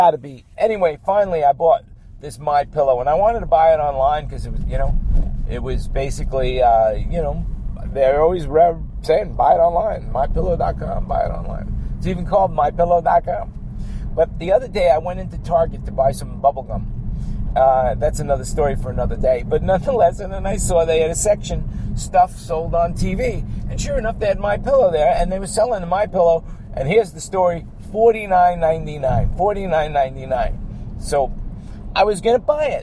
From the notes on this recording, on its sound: while driving in my car from where I am to where I am going